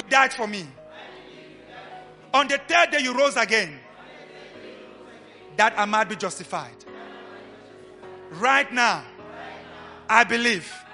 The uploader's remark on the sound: LIVE AT ABC KHALANYONI